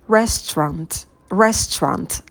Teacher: И в конце краткий звук О, trunt. И не забывайте также на Т добавить придыхание.